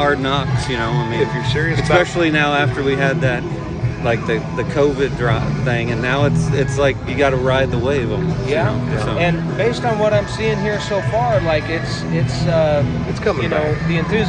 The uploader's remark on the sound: live at the Gem City Concert Series